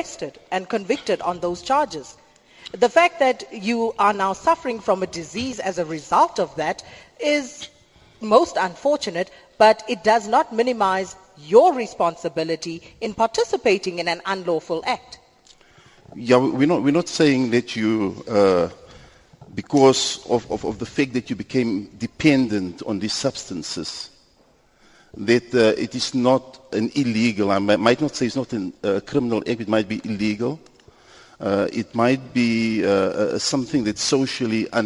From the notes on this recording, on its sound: We were broadcasting to you live from the Don Mateman Hall in Eldorado Park, Johannesburg.